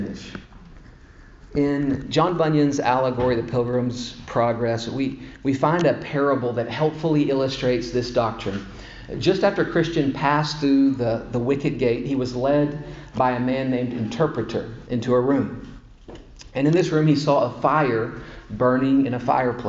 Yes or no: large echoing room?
yes